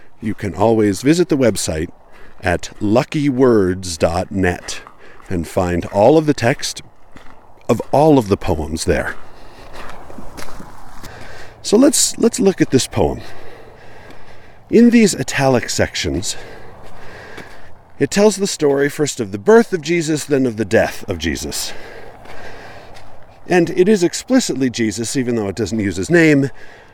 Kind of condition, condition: setting, outdoors